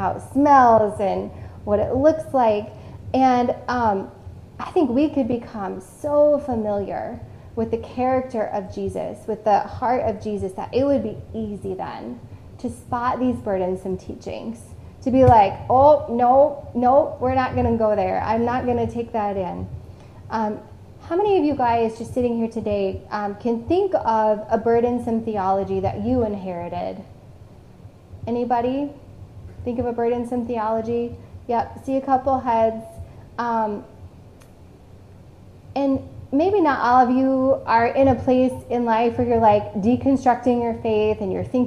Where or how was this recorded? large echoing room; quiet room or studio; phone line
large echoing room